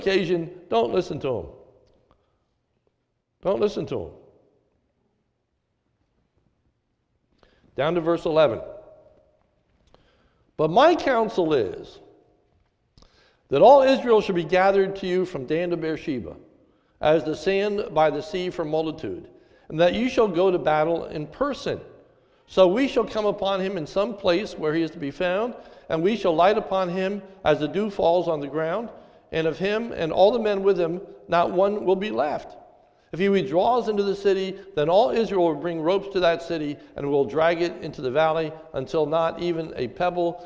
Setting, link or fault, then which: setting, large echoing room